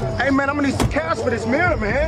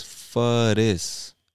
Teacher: He took the word for and this and kind of blended them together. And the TH becomes a very soft D, or almost like a Latin R or something like that, because it's so much faster to say it that way.